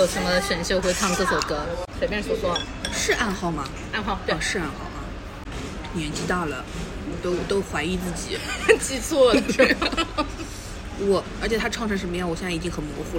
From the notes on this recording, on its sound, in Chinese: 本期节目在火锅店录制，手机就放在了火锅旁边，可能会听得一耳朵油，先说抱歉。鼎王无老锅。